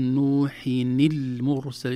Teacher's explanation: كسرنا نون التنوين بدلا من سكونها لالتقاء الساكنين · نبين كسرة النون الساكنة التي حولناها من نون ساكنة إلى نون مكسورة